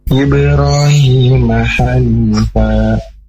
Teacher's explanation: huruf ba mati termasuk dengan qalqalah. Jadi bacaannya harus dipantulkan.